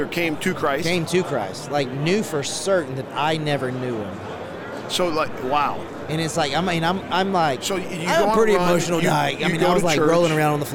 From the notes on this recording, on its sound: LIVE from NRB 2022!